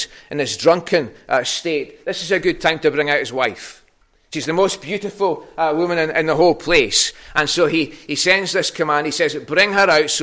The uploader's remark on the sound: recorded at North Harris Free Church on Sunday 23rd January 2022.